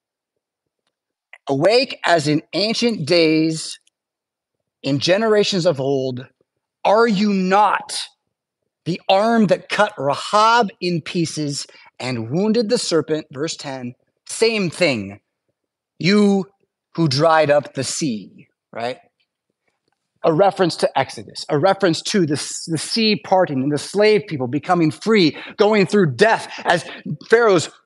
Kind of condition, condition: setting, large echoing room